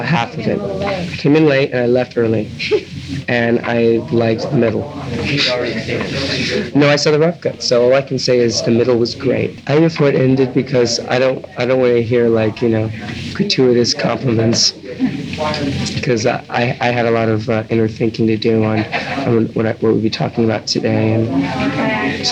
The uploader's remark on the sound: Even at the end of this interview, while the reporters were packing up, an overheard remark “he was high on something”. A little tough to hear in spots because it’s done only as a record for reference, amid a lot of background chatter.